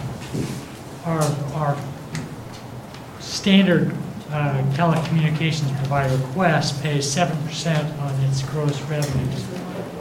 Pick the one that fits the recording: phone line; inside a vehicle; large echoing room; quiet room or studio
large echoing room